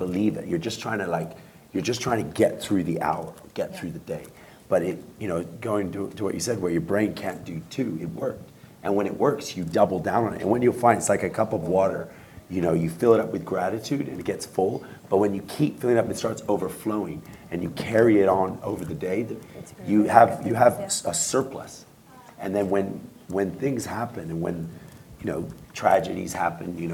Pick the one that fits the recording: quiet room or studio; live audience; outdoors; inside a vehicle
live audience